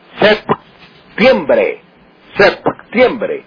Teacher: hay que pronunciar la P, que es bilabial, hay que juntar los labios para pronunciarla